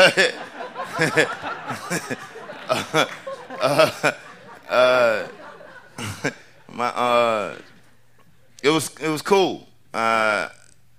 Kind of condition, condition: setting, live audience